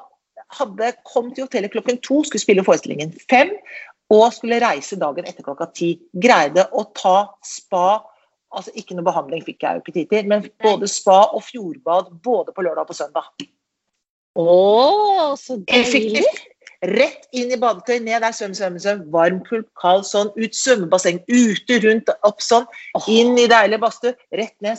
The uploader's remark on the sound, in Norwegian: Tilbake på Skype.